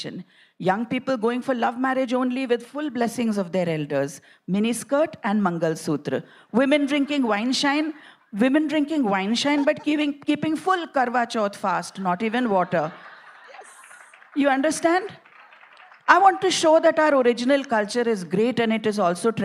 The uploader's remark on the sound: A live session from #JaipurLitFest2020.